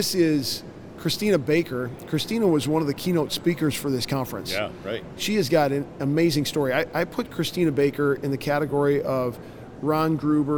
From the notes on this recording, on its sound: LIVE from CPE 2022!